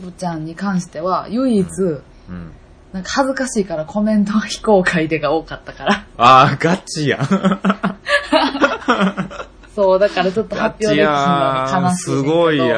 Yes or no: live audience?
no